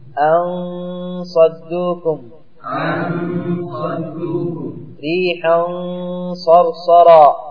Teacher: وهنا نبه بعضهم إلى أن النون الساكنة إذا جاء بعدها حرف من حروف الاستعلاء وهو حرف إخفاء فإن النون تفخم